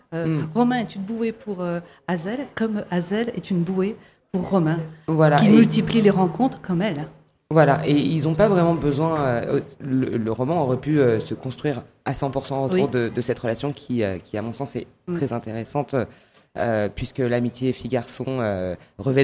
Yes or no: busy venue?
yes